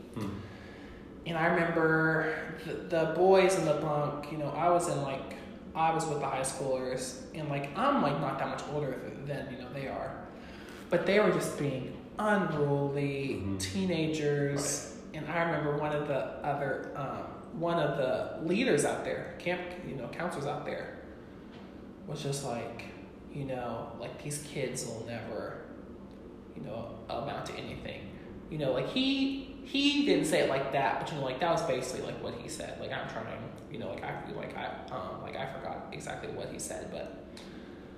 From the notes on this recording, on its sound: Sorry for the echo we are still figuring out podcast techniques.